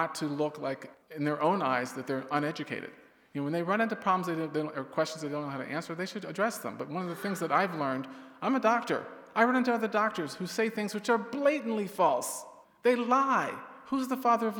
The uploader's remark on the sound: We’re highlighting remarks from IFI’s 2023 annual Worldview Conference, which was hosted at Village Church of Barrington.